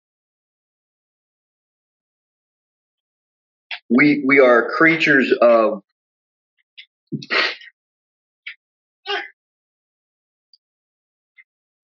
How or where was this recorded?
large echoing room